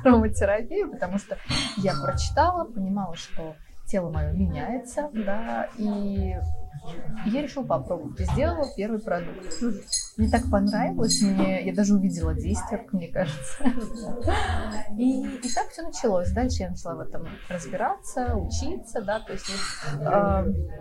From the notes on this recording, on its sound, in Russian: Мы записывали подкаст в кафе и на фоне могут быть слышны музыка и разговоры.